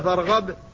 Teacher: فارغب أظهرتها تمام الإظهار. القلقلة هنا ظاهرة جدا لأن المقلقل ساكن في الوقف